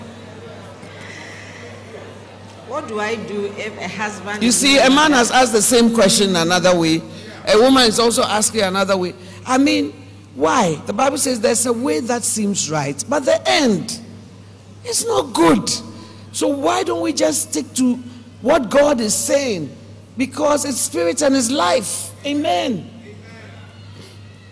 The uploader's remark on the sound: Preached at Loyalty House International, Accra Ghana